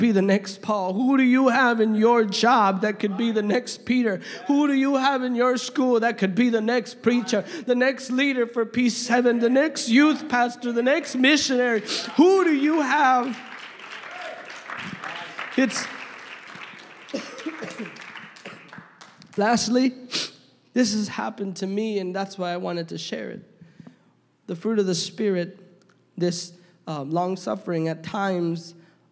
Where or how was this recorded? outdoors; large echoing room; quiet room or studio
large echoing room